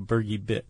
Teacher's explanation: I put the emphasis on bit, like a burgie bit.